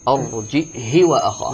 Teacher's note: ابن ذكوان يقرأ بالهمز الساكن مع كسر الهاء وقصرها